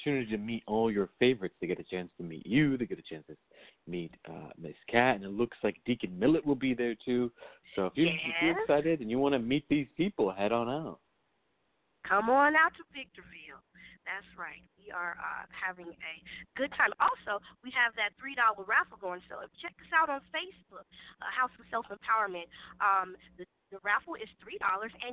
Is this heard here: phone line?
yes